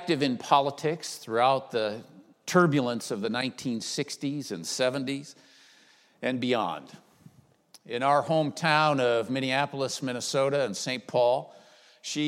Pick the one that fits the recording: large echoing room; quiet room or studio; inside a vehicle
large echoing room